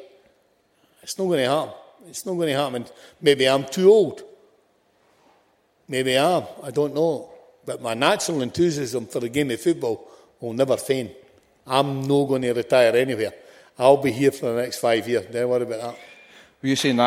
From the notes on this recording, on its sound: Recorded live at St Luke's in Glasgow.